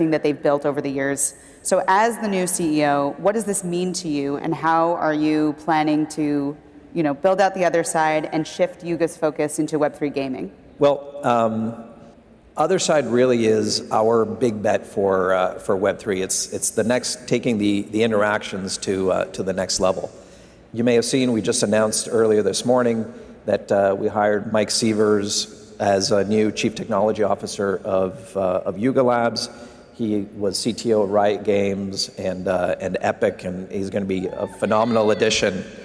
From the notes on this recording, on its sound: live from Consensus in Austin, Texas